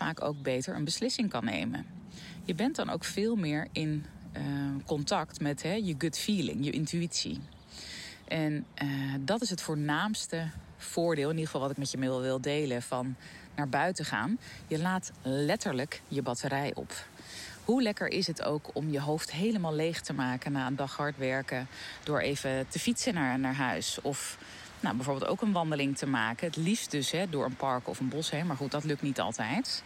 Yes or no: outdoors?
yes